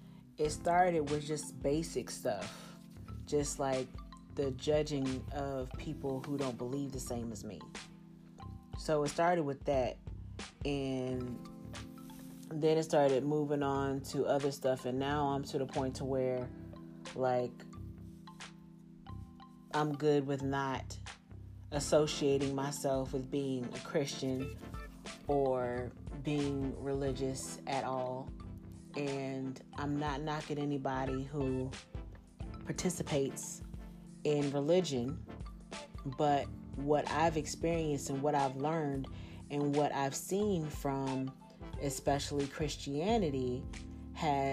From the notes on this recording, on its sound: This was a bad recording because carpet was going in next door and I thought I was about to lose it.